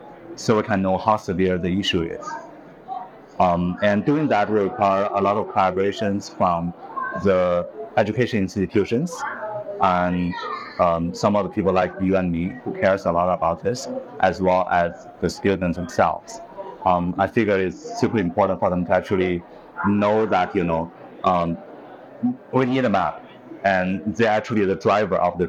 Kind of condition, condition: setting, busy venue